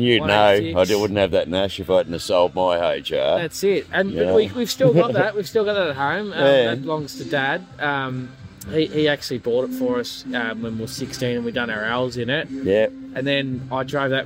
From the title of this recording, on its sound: Live at the HK-T-G Nationals